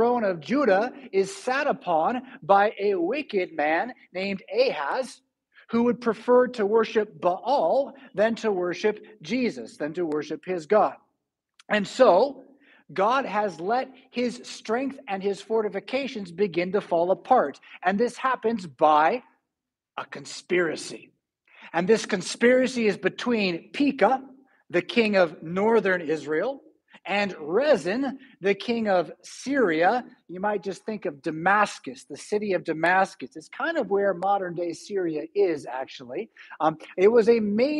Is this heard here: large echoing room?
yes